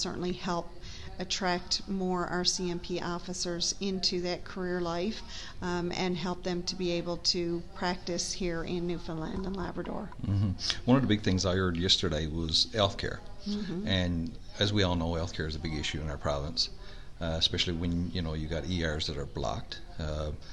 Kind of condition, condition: setting, busy venue